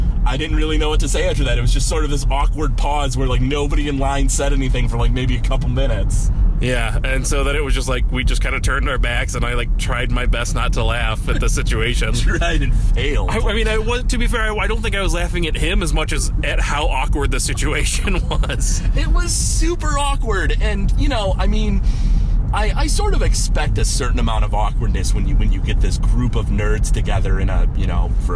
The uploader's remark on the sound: Recorded live